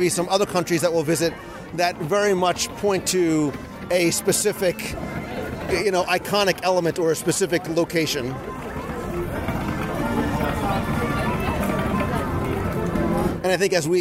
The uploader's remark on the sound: A Walking Tour of the “Real” World (Showcase). Recorded live as I walked the promenade in Epcot.